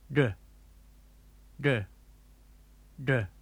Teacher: To make this sound, point the tip of your tongue directly upward and touch the hard part of the roof of your mouth, and then do the same thing you would do to make a D sound. Do it along with me.